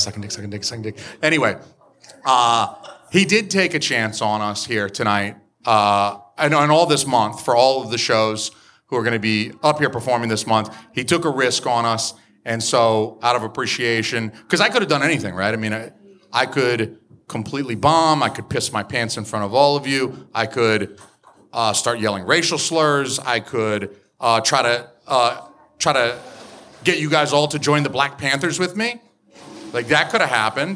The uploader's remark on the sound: Recorded LIVE in front of a sold-out audience at Curlies Comedy Club in Rochester, NH!